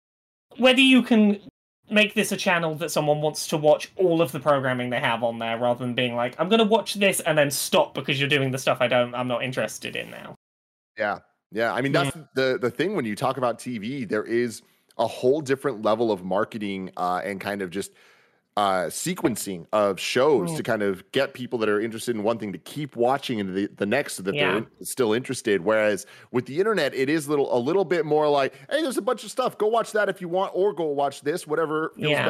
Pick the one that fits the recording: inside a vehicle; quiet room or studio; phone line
quiet room or studio